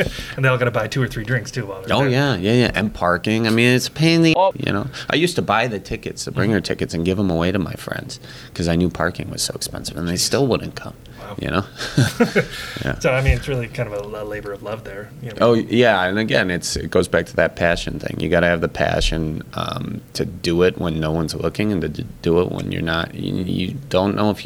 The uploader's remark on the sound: Recorded at Lambeau Field